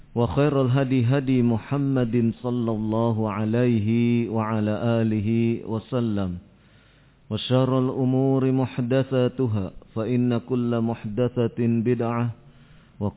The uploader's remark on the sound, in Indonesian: Audio Rekaman Kajian. Tempat : Masjid Annur, Ma'had Dzunnurain Limo Depok.